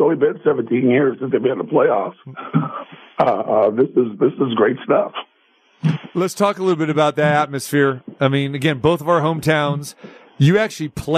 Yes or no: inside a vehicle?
no